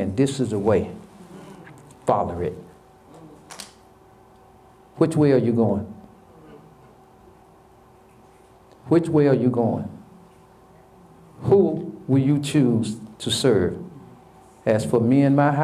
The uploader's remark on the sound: Sermon preached from Wesley AME Zion Church